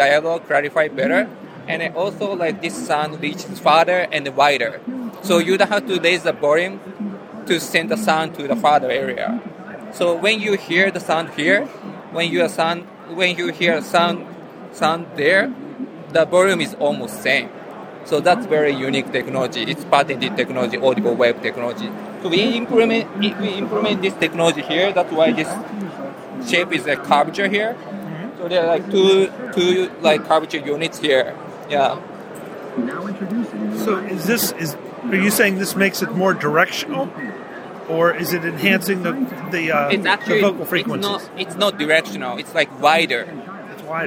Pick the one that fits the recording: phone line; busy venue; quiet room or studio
busy venue